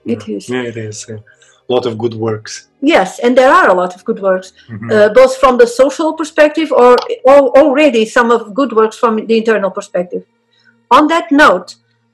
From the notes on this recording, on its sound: This episode was meant to be part of the launch of the podcast, but it had some sound problems. However, because we did not want to lose such an interesting conversation we decided to enhance the sound and subtitles as much as possible and share it.